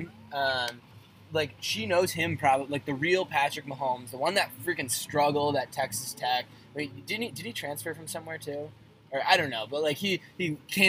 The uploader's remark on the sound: Recorded on a boat.